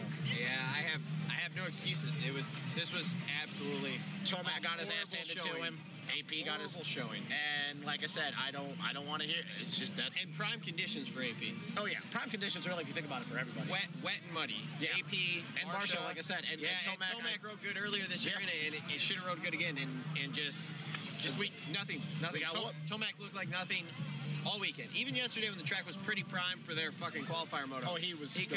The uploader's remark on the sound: Coming to you live immediately post race from the 2018 MXoN at Redbud.